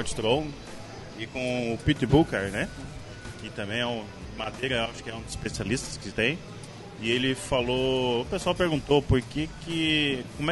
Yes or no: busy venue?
yes